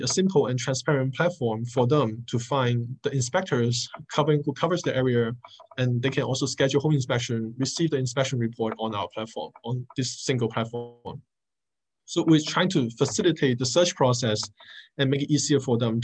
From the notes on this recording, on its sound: In this free live webinar.